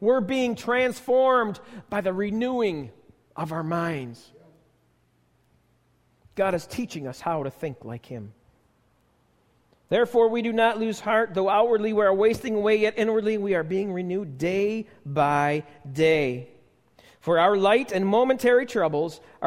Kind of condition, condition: setting, large echoing room